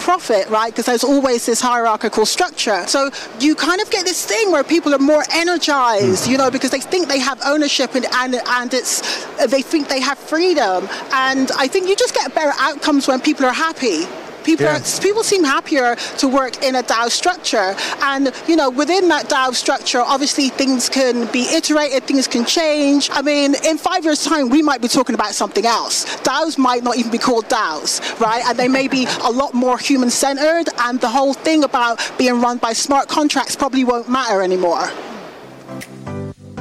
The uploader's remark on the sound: Live from Consensus in Austin, Texas